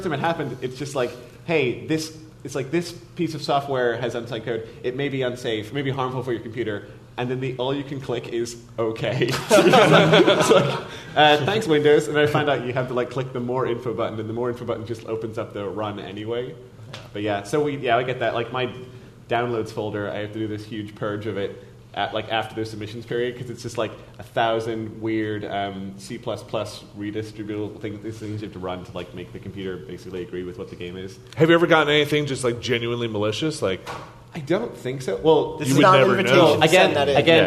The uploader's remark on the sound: We're live at PAX Prime 2015